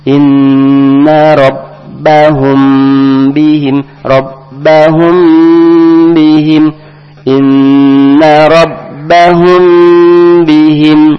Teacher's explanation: Ikhfa syafawi artinya sedikit samar-samar di bibir.